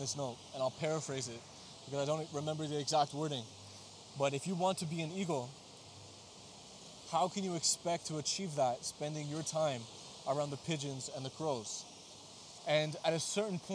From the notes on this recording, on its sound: I recorded an episode on the beach when I was in Portugal during the summer of 2023, I originally wasn't intending to release it because some of the audio didn't turn out great (this is why you don't record episodes on a beach I guess).